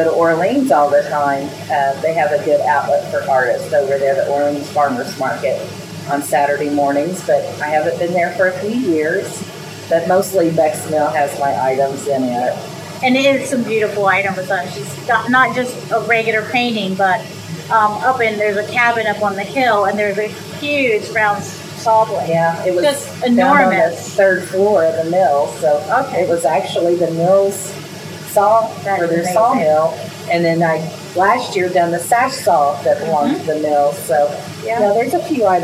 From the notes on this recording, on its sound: Beck's Grist Mill National Historic Site in Salem, Indiana. Please forgive the sound of the beautiful waterfall in the background!